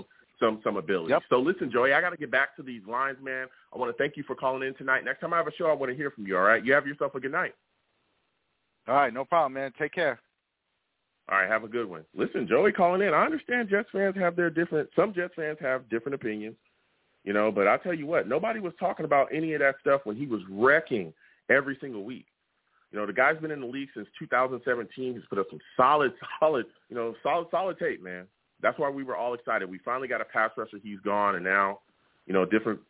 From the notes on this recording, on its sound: I take live callers as well!